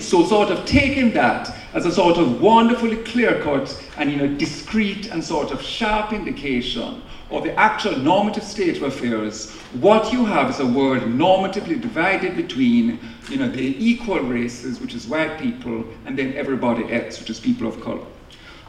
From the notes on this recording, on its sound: In this lecture from The Night of Philosophy in 2019 on October 06 at 01:00 am at the New School for Social Research in New York City